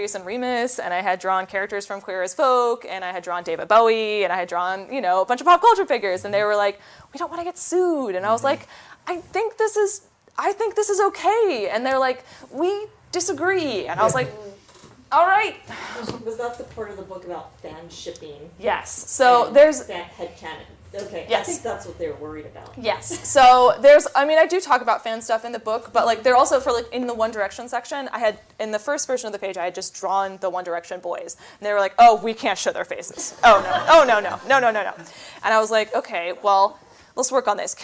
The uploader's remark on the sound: This was taken from a live show